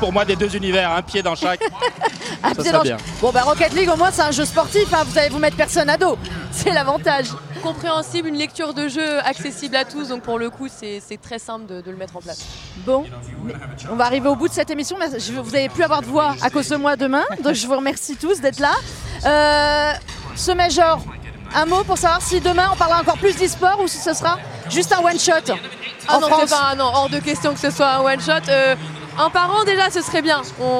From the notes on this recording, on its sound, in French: enregistré depuis l’Accor Arena de Paris